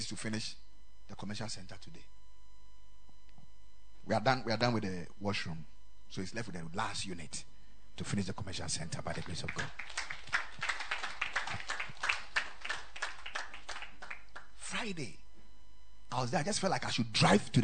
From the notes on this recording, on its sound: Preached at the Ekklesia Chapel